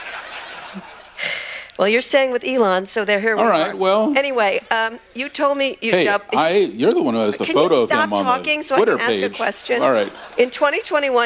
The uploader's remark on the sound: Recorded at the Upfront Summit on March 2, 2023.